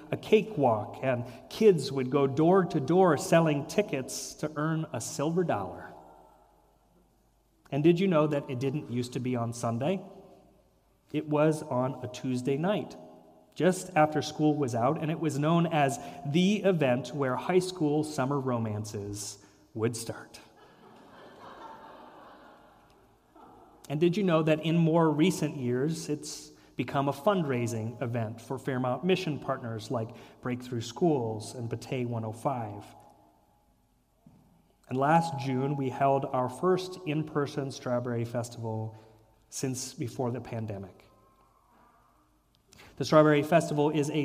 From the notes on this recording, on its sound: Sermon and reflection at Fairmount Presbyterian Church.